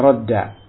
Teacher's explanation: Sebelum dua dal ini ada ro, ini fathah, maka dal yang pertama disukun kemudian dilebur kepada dal yang kedua sehingga jadilah rodda